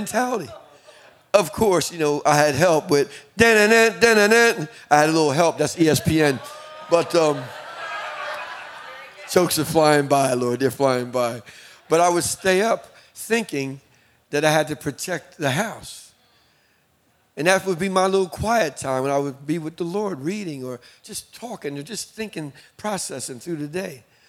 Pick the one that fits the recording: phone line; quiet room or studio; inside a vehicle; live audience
live audience